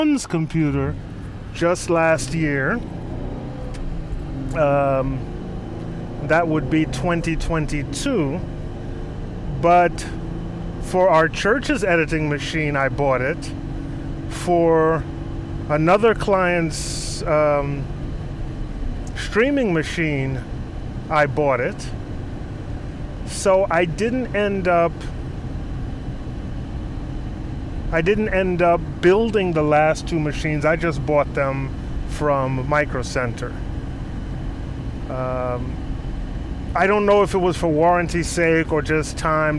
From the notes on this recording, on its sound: while driving, of course